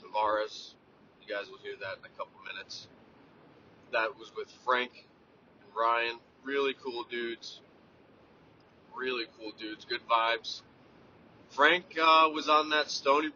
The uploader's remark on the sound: from the car